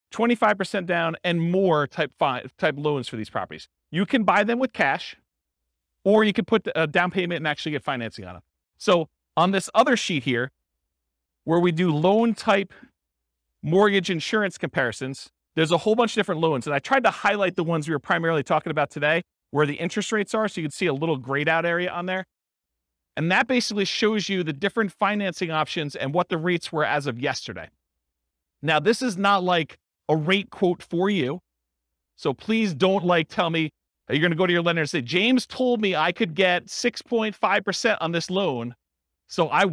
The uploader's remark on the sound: This was a live class recorded